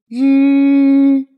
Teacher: 第三颗牙和第四颗牙旁边的舌边缘稍稍地向上用力，然后再加上振动声带，就可以发出这一个音。大家试一下。日，感觉到没有，我们的舌边缘有稍稍地向上用力。日。好，那跟声母日有关的字，在汉语拼音的三千五百个长见字当中只有五十五个，我们今天一起来学习一下。大家跟我一起读。然。然。然。让。嚷，嚷，嚷，嚷，让，扰，扰，绕，惹，热，人，人认，忍，认，认，认，认，认，扔，后鼻音，扔，扔，玉，融容，容，容，容，孔融的融，绒，毛茸茸，绒，黄茸，绒，绒，榕树，榕，榕长。好，接下来柔，柔，柔，肉。好，接下来跟乌相拼，如，如，如，乳，乳，入，入，软。蕊，花蕊，蕊，蕊，润，润，润。最后一组，弱，弱。